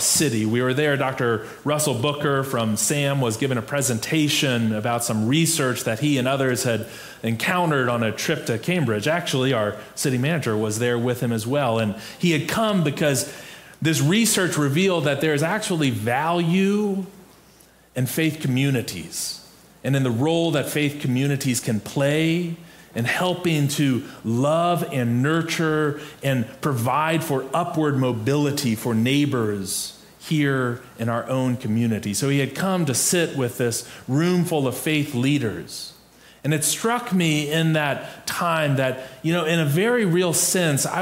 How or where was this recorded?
large echoing room